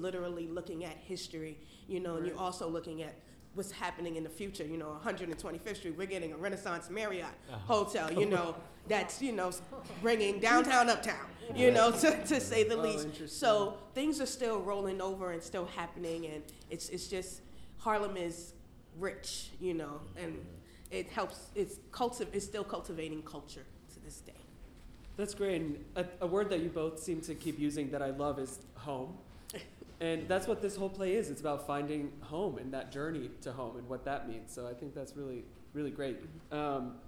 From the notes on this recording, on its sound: Tune in for a special live recording of CSC's Classic Perspectives after a recent performance of black odyssey .